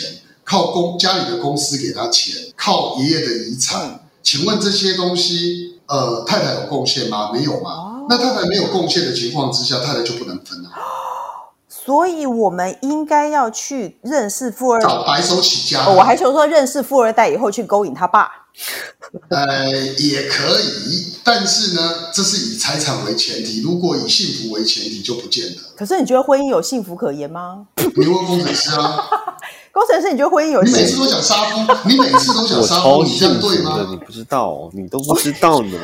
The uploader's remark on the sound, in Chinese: 請放下對音質的罣礙，帶著喜樂的心聽完它吧（合掌）。